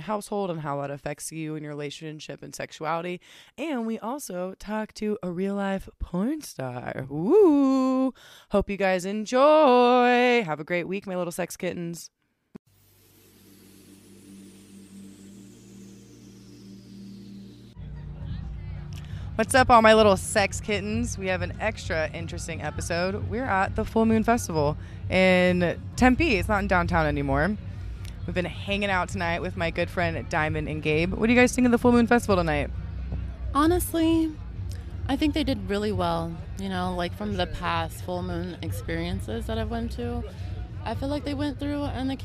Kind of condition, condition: setting, busy venue